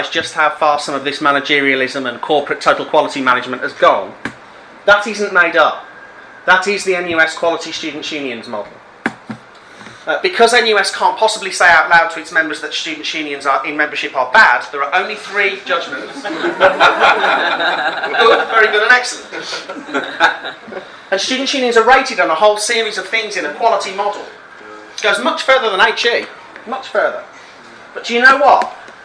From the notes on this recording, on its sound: Speaks at the SRHE Student Experience Network event Student Unions and the Changing Nature of Student Leadership in the UK.